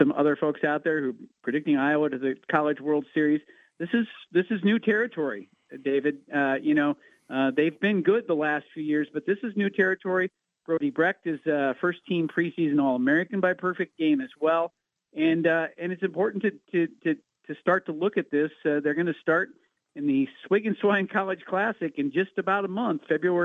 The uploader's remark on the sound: With GMigs closed for the weather, the boys call in from their respective homesteads.